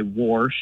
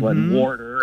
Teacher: I hear that extra R get added occasionally